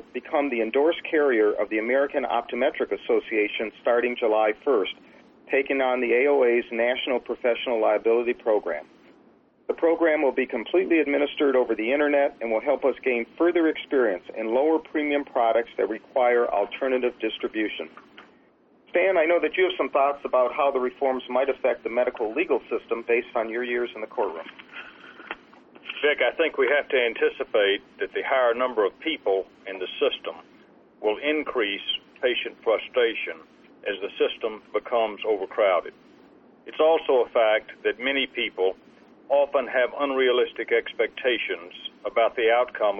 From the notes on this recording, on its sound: ProAssurance Earnings Conference Call